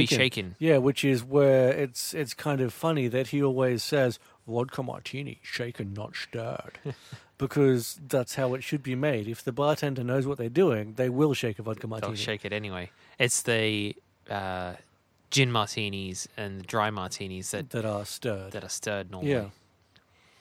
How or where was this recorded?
inside a vehicle